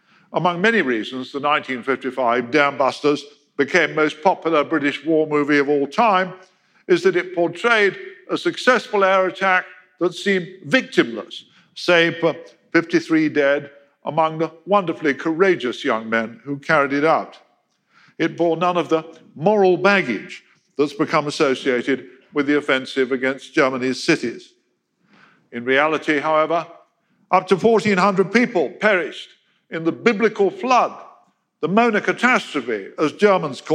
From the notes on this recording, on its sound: In a lecture he delivered at our 2019 BBC History Magazine History Weekend event in Winchester